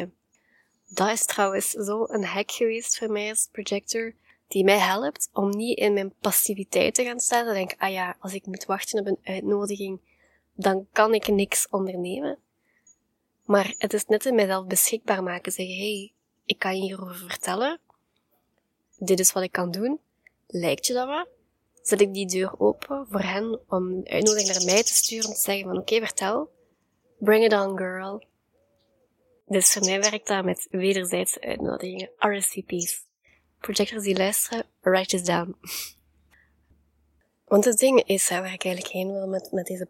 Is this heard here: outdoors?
yes